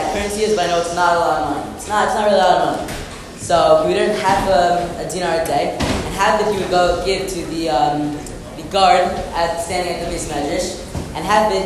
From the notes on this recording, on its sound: Live from Camp Mesorah!